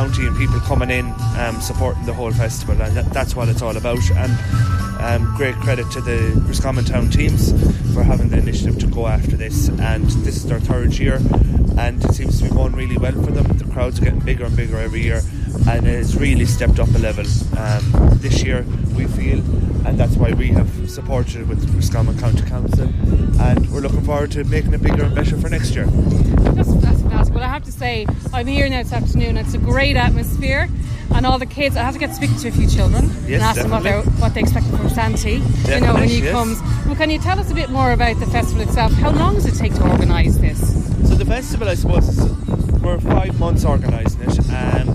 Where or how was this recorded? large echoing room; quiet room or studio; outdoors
outdoors